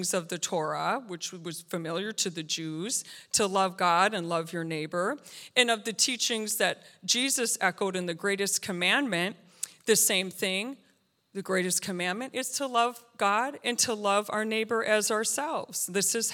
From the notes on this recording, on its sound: This JAT was recorded live on July 3rd, 2022 at Newark United Pentecostal Church.